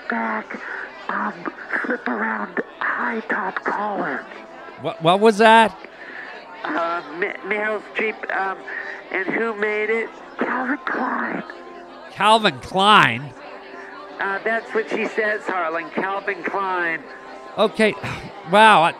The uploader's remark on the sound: reports live from the Oscars